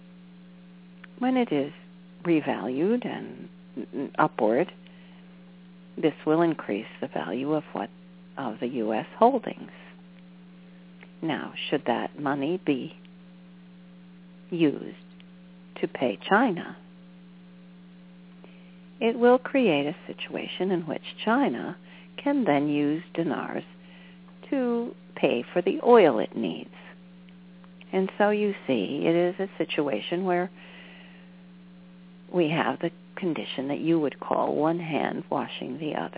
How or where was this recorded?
phone line